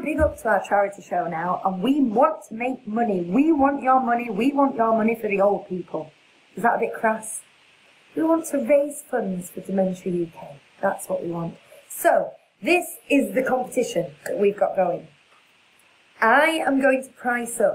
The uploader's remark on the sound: Navigates some sound issues. There’s absolutely no reason for it happening, but hopefully you can hear it enough!